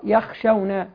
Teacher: الخاء يعني حرف استعلاء فبالتالي يفخم